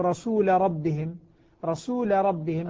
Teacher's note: اللام في الراء لا تدغم لأن اللام مفتوحة بعد ساكن، وهذا معنى قول الناظم إذا انفتح بعد المسكن منزلة.